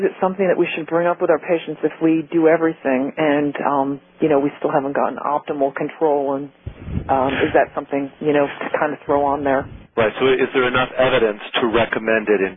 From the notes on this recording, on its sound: Author in the Room® Teleconference